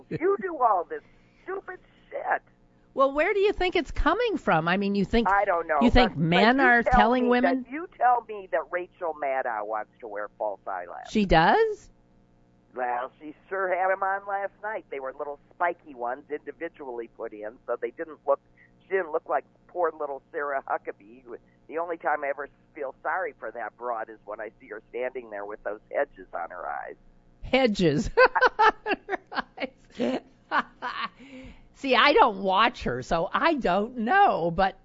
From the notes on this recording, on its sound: Only a small phone issue today.